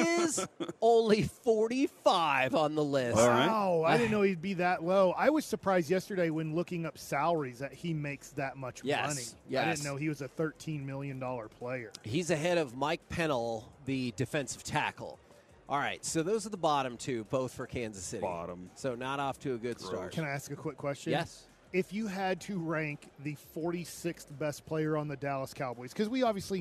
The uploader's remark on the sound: LIVE from Radio Row in Las Vegas!